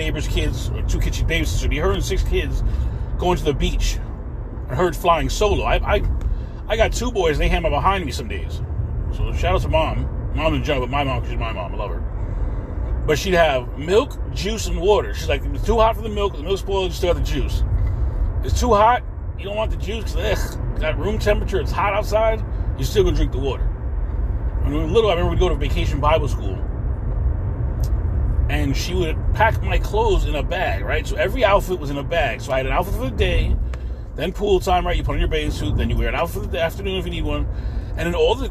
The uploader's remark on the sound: In this CarCast